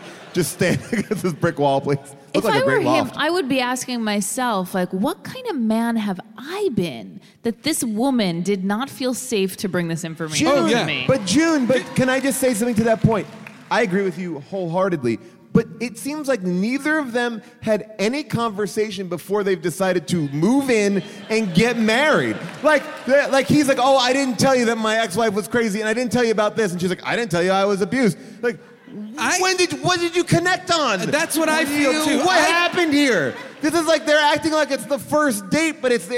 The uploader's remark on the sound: Recorded live from Durham, North Carolina